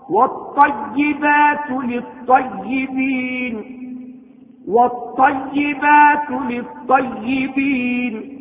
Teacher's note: إلى اللام الساكنة نجد أنها ترسم ولكنها لا تنطق، وذلك لأننا قمنا بتغيير اللام طاء ساكنة ثم قمنا بإدغام الطاء الساكنة في الطاء المتحركة فصارت حرفا واحدا مشددا · Term: اللام الشمسية المدغمة